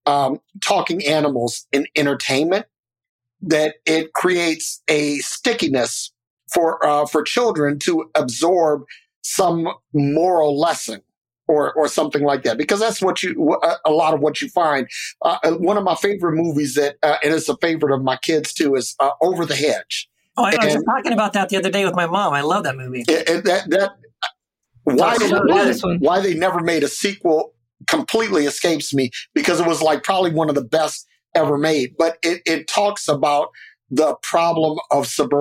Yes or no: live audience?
no